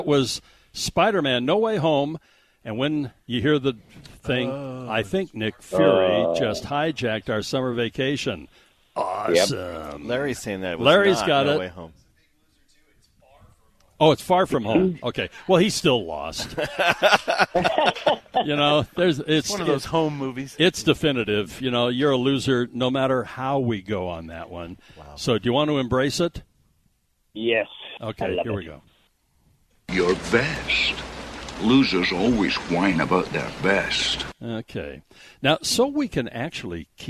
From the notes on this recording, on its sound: broadcasting live from The Megaplex in Sandy